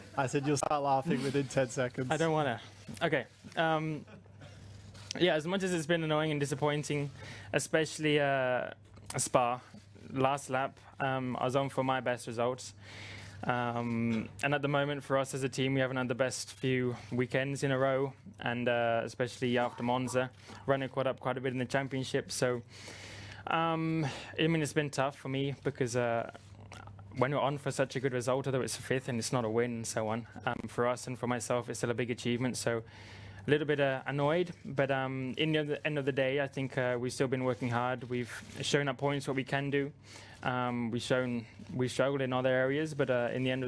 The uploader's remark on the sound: Singapore Thursday Driver's Press Conference